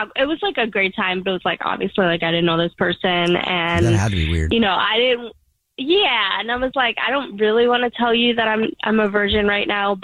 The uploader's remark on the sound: The woman on the phone